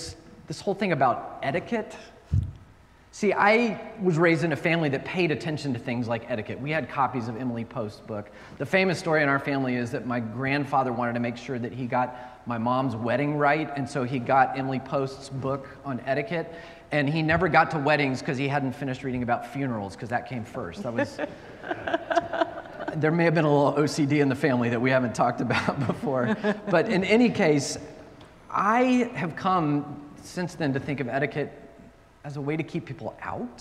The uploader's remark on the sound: at Northwest Presbyterian Church in Atlanta